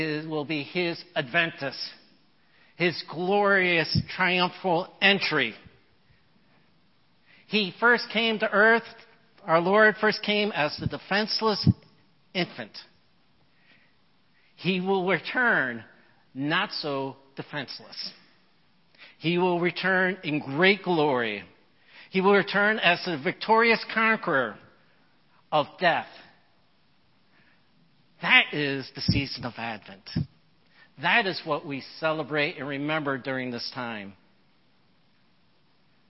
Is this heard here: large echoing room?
yes